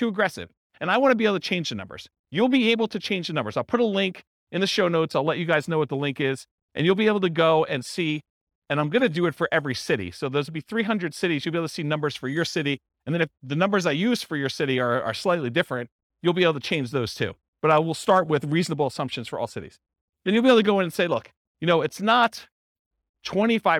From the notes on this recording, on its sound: This was a live class recorded